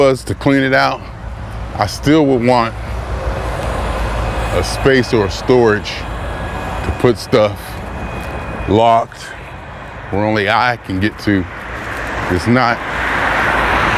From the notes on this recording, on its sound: Me Walking Talking